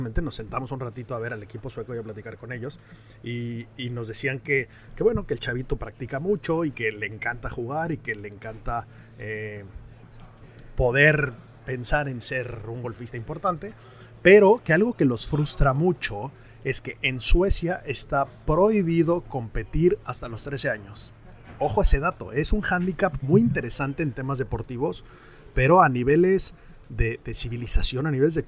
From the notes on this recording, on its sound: Live from The Open.